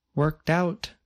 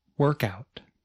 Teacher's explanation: In the statement with the phrasal verb, the speaker stressed the second word of the phrasal verb, the word out. In the phrasal noun example, the speaker stressed the first part of the word, work.